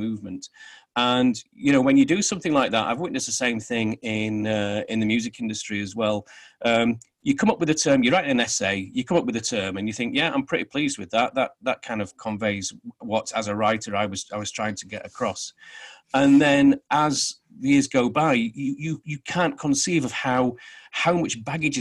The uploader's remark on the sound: Joined the show via Zoom. From London.